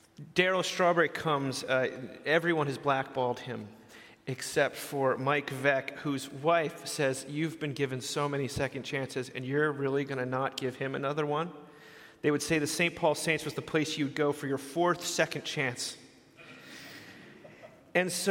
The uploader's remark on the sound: A talk from the Mockingbird Conference in Minneapolis MN.